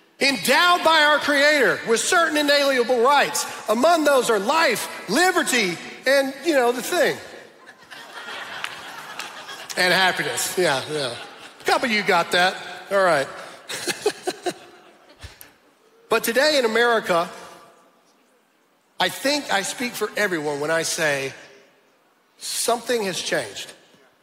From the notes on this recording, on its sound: my message that I preached at Dream City Church in Phoenix, Arizona